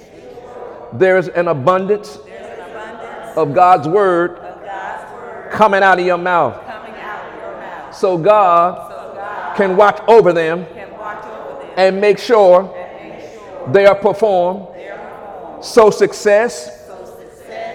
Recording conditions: large echoing room